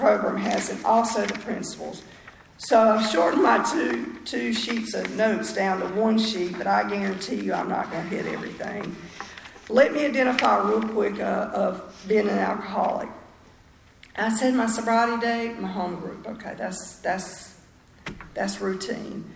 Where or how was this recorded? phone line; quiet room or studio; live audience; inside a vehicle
live audience